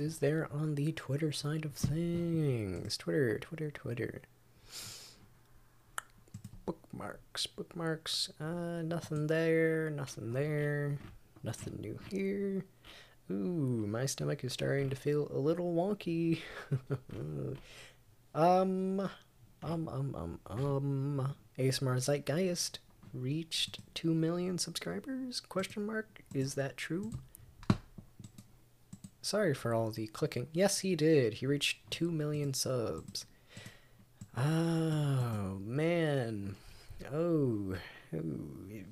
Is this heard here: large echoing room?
no